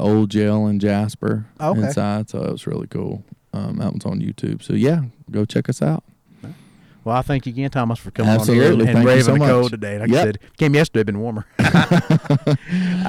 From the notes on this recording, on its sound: Live from "the Bird's Nest".